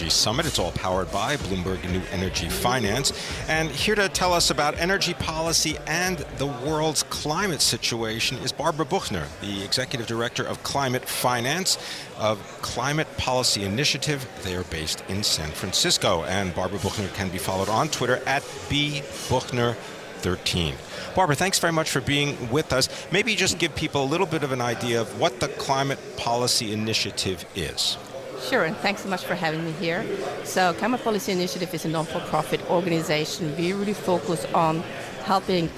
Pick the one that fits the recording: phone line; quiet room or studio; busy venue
busy venue